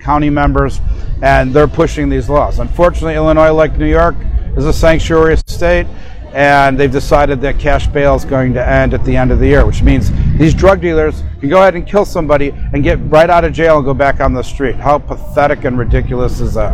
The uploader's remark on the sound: We are on location at Woodstock Harley-Davidson for the My Childs Life Matters ride against fentanyl.